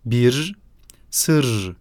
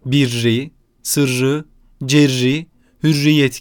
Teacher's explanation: Şeddeli kelimeler yalın hallerinde tek ünsüzle söylenmiş, başı ünlü bir ek aldıklarında ise ikiz ünsüz ortaya çıkarılmıştır. · Shown in: second take